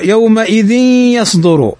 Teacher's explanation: تنوين بعده الياء، والياء من حروف الإدغام بغنة